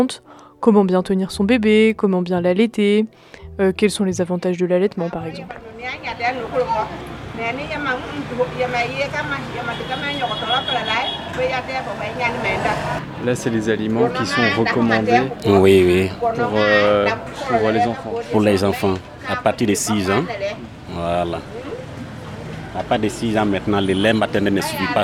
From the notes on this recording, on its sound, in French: Nous avons rencontré cette initiative liée à l'alimentation durable lors de notre voyage à vélo en Afrique. Le podcast a été enregistré en pleine rue, la qualité de son est donc peut-être moins bonne que d'habitude.